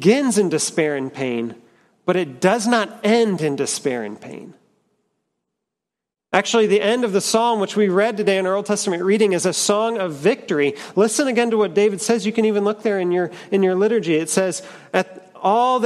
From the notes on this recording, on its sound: at Trinity Church, Puerto Rico.